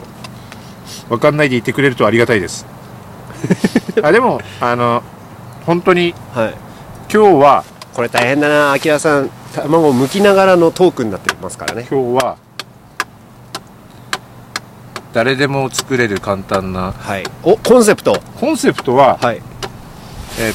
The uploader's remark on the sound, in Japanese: 現地でCAMP飯編］大池公園キャンプ収録スタートです！大池公園でキャンプしながら現地収録しました。福島。